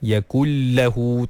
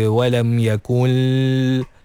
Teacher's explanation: Masukkan sahaja nun ke dalam lam tanpa memanjangkan gunnah dia. · Shown in: first take · Term: idgham bila gunnah